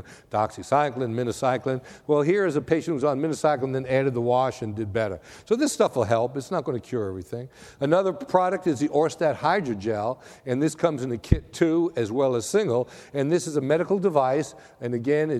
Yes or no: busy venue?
yes